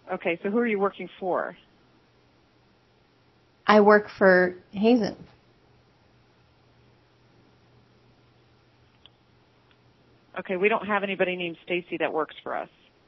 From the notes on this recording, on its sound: Prank Phone Calls